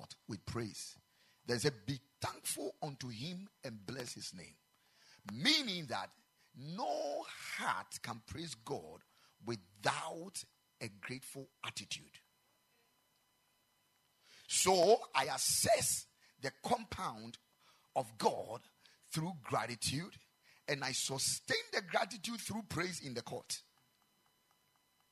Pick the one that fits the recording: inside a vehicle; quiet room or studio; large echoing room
large echoing room